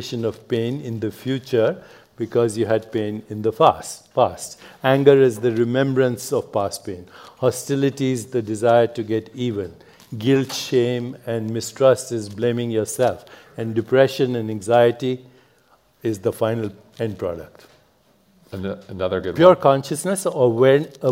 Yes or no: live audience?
yes